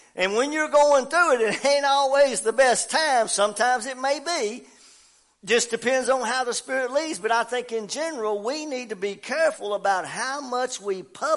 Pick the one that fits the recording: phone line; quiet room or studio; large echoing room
large echoing room